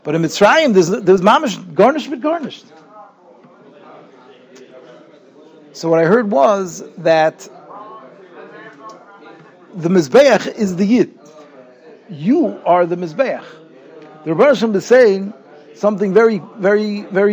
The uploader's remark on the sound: Shiur recorded in Yeshivas Ohr Reuven, Monsey, NY.